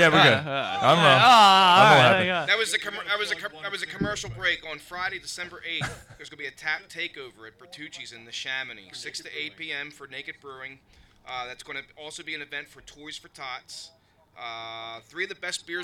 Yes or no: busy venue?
yes